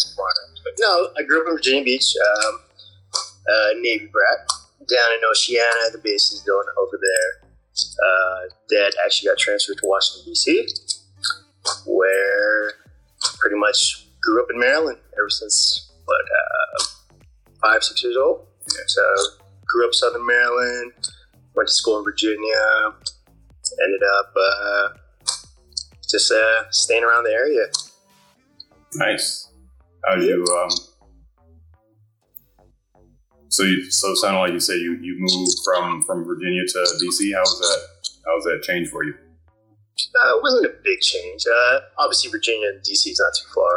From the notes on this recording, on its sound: We're streaming from Instagram Live